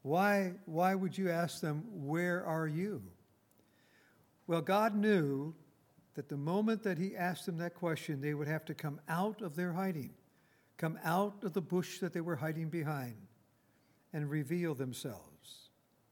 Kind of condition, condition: setting, large echoing room